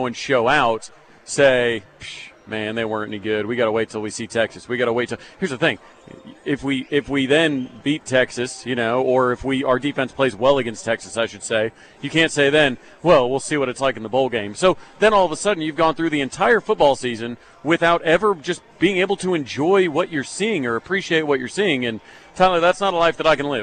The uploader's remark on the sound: goes live from the HBC Bob Stoops Charity Golf Tournament at Jimmie Austin